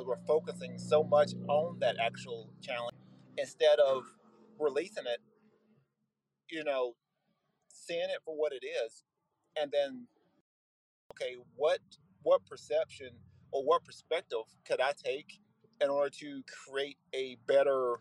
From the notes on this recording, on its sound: Bonus recorded content that I did while on the road to a wrestling practice.